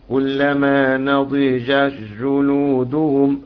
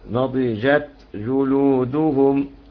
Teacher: أما اللي هيضرب هكذا كلما نضجت جلودهم هيشدد الجيم، فإضغام التاء في الجيم، فلتبقى الجيم مشددة · Shown in: first take